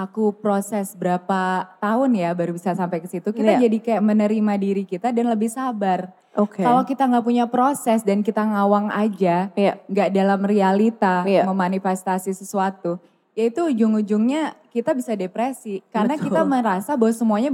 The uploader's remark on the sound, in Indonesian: Special Live On Stage di Kota Jakarta. Di kota kedua ini, kita hadir di Central Market, Pantai Indah Kapuk Jakarta.